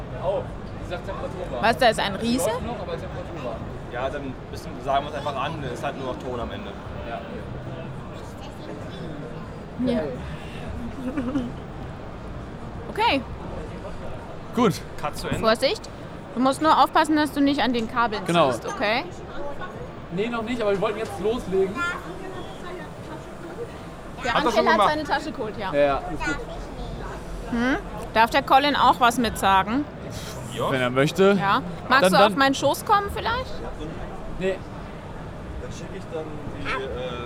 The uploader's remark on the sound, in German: Videopodcast mit der stage223 Community live von der Prolight + Sound 2022. Wir haben die stage223 Community während der Prolight + Sound Messe zu einem Podcastinterview am Steinigke Stand eingeladen.